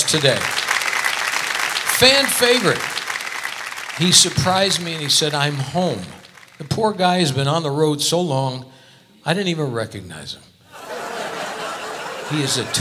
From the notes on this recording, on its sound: Live at the SouthPoint Casino